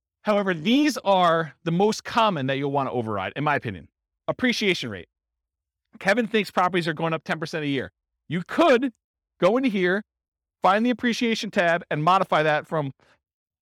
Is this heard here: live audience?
yes